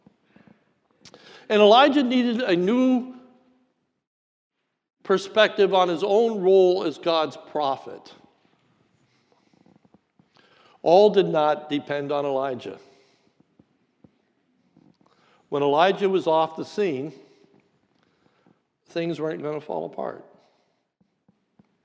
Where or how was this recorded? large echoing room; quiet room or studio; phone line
large echoing room